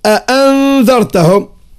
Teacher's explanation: سهل أخرى الهمزتين في كلمة أي الآخرة منها وهي الثانية · Term: الهمز المزدوج